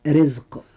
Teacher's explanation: الراء فيها مرققة لأنها جاءت مكسورة